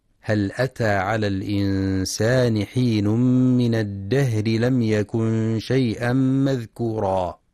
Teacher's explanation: ينتبه القارئ في كلمة الإنسان للإخفاء الحقيقي، وفي كلمة الدهر لهمس الهاء وترقيق الراء وصلا